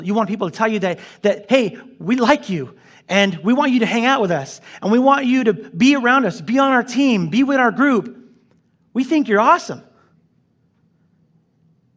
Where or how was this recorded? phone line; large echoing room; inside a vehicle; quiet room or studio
large echoing room